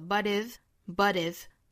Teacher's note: 这个 but 和后面的 if 之间可以做连读。那这里面呢英式发法美式发法都可以做一个 flap t 的一个读法。but if,美式这样读更自然一些了 butif。英式发法呢我们也可以选择里面这个 t 的发音去做爆破送气发成 tiff, but if, but if,这样也可以。但是我们要注意 but 这个词的一个弱读 but